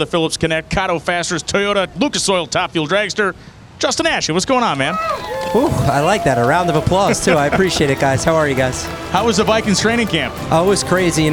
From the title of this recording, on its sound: Live from the pits in Brainerd